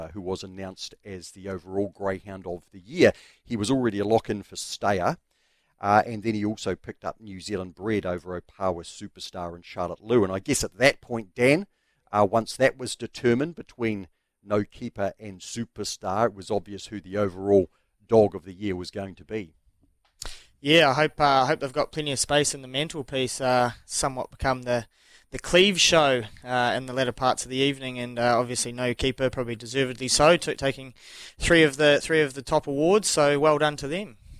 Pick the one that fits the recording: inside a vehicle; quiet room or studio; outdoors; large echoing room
quiet room or studio